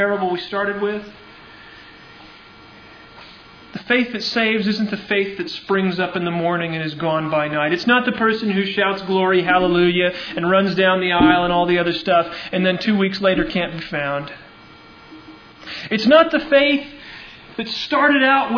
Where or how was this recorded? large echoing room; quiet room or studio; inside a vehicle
large echoing room